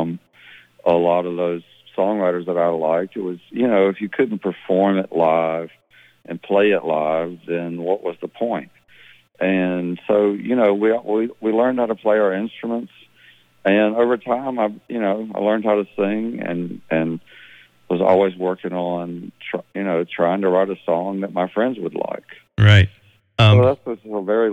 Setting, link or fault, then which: link, phone line